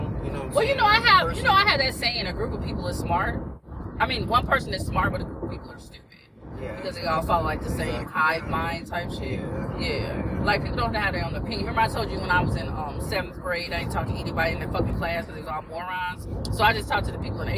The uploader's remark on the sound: My son and I are having a conversation in the car.